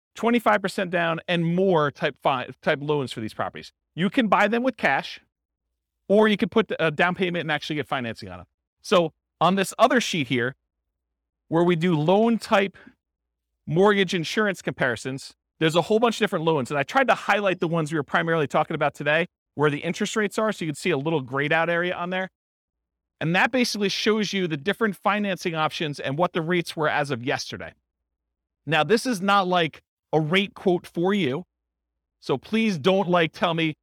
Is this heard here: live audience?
yes